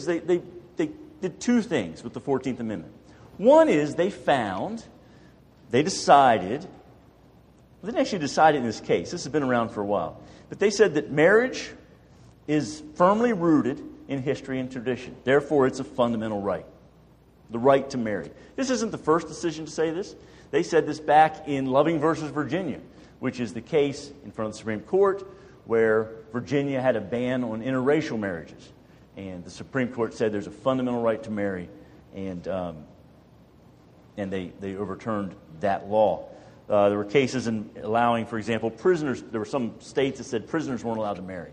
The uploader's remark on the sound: More than a dozen churches in our community gathered for an evening of lectures and discussion. This is an audio recording of the second of the two lectures delivered.